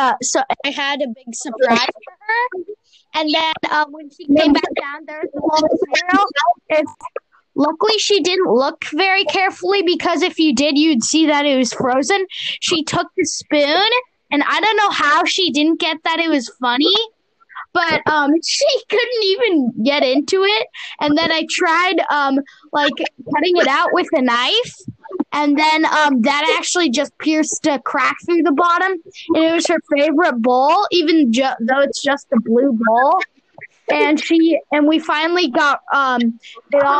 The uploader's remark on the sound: Apologies for the sound quality of the recording